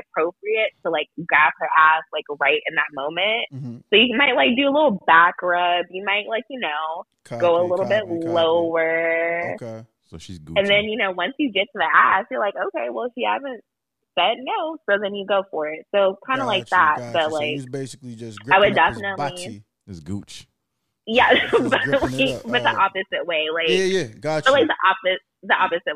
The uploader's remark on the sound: phone a friend